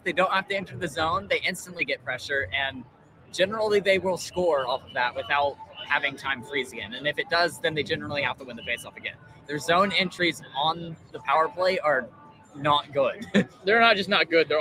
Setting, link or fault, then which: setting, busy venue